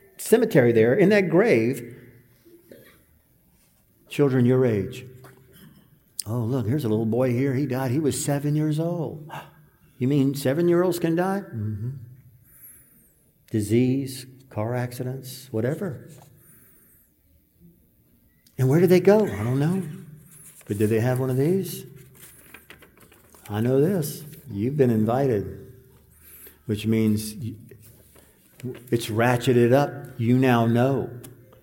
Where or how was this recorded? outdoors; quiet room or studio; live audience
live audience